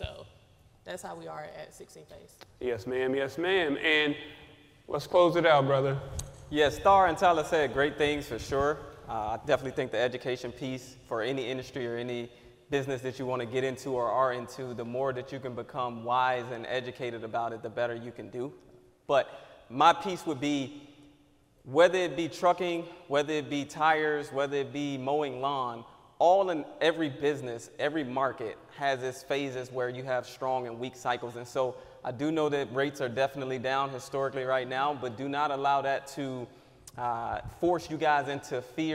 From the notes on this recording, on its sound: Live on location in Houston, TX at second annual Truck N' Hustle FreightFest we bring you a must watch panel.